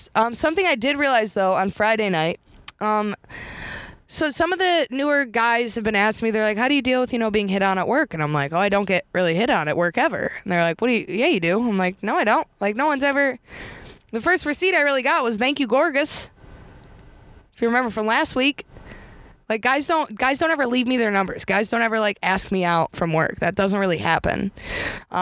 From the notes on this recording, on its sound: recording today’s episode in her new car!